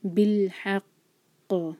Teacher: قاف heavy letter ہے، اور یہاں پر شدہ ہے، تو ہم یہاں پر بہت اسٹرانگ قلقلہ کریں گے. اسٹرانگیسٹ قلقلہ جو ہوتا ہے بالحق.